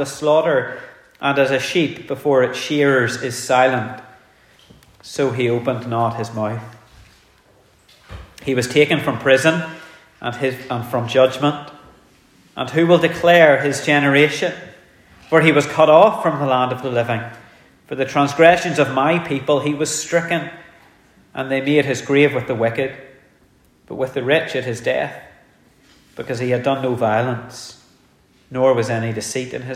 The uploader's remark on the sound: The sermon was preached in our communion service